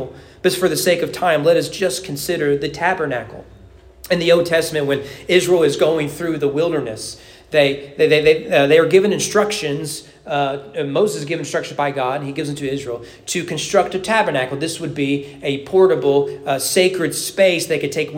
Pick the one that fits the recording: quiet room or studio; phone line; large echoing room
large echoing room